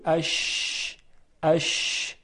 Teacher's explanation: تفشی در لغت به معنی انتشار هست، اما در علم تجوید عبارت هست از انتشار هوا در دهان یا انتشار هوا در مخرج حرف شین · Term: صفت تفشی